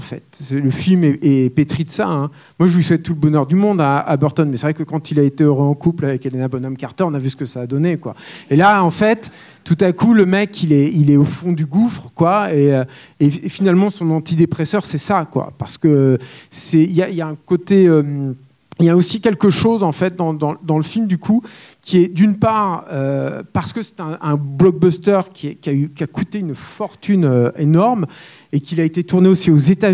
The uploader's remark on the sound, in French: La captation de cette présentation a eu lieu le 25 septembre 2021, lors de la projection de BATMAN LE DÉFI à LA SÉANCE CAPTURE MAG qui s'est déroulée au Club de l'étoile.